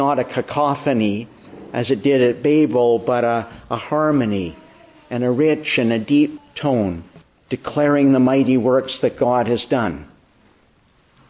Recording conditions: large echoing room